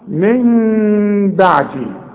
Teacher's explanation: يبقى هنا في ثلاث احكام العلماء بيقولوا اقلاب هنقلب النون الى ميم ونخفيها بالشفايف اخفاء مع الغنة. واسمع نطقها من بعدي، ما اقولش من بعدي واقولها نون، ولا اقولها ميم خالصة واقول من بعدي، يحصل انفراد في الشفايف.